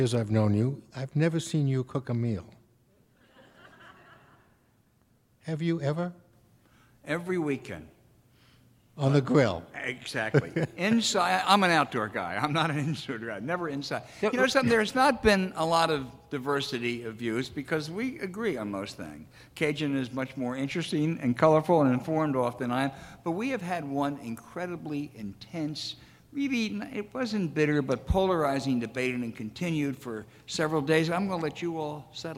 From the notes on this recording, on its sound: 'Election 2020' presented by Pittsburgh Post-Gazette & Highmark Health was recorded in front of a live audience at Heinz Field in Pittsburgh, Pennsylvania.